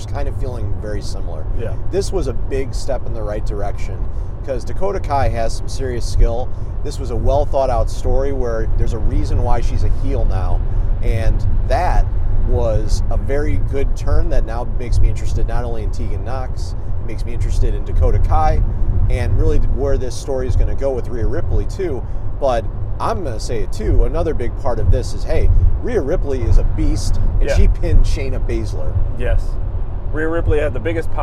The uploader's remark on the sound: We were there live and here's our recap and reactions right after the event. Apologies for the audio as we were in a car.